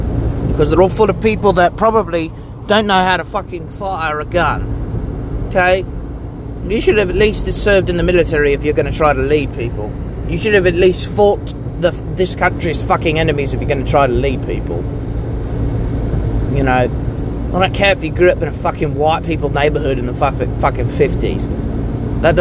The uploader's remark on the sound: I ramble about things in the car once more